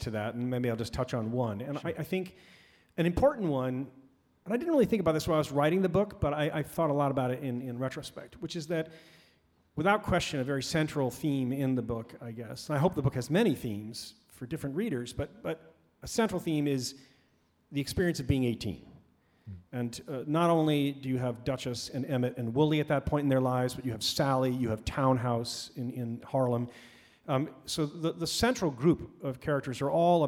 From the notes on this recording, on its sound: Recorded live at The Music Hall in Portsmouth, NH in 2022. This archive program may still contain broadcast elements from the time it aired.